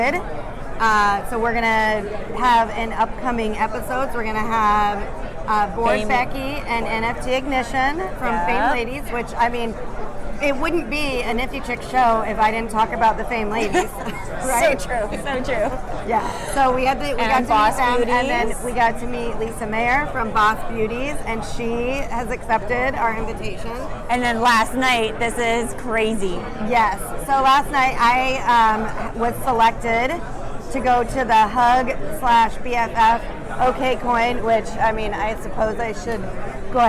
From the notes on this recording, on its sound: In this episode, we are bringing you the news LIVE from NFTNYC 2022!